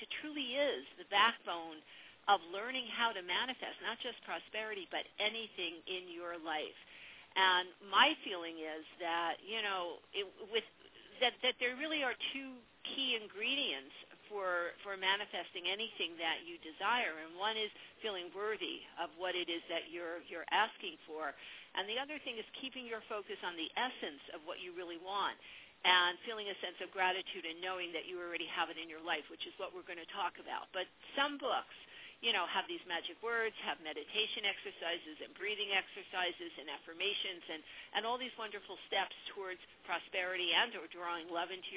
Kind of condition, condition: link, phone line